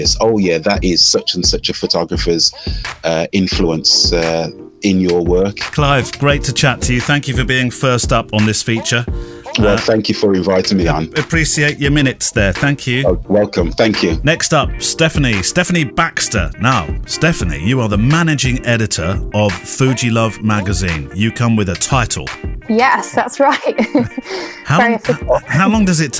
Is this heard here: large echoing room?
no